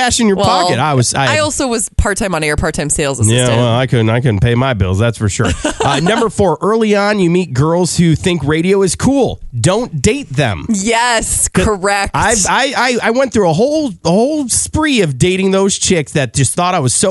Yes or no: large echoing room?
no